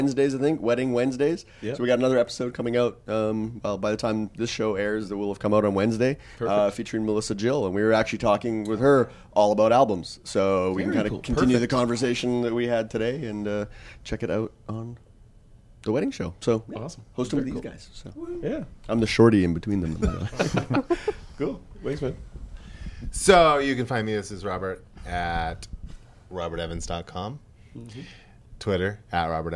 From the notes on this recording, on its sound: A TWiP gathering at the WPPI conference